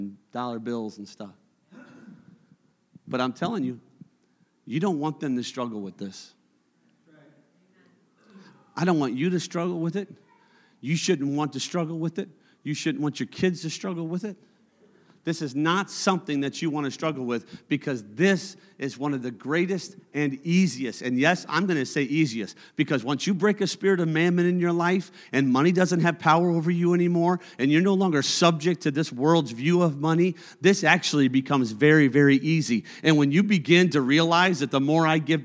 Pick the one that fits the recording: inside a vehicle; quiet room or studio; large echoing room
large echoing room